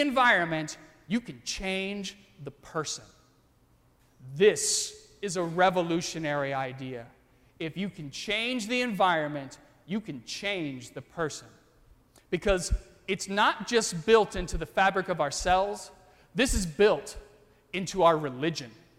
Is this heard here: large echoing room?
yes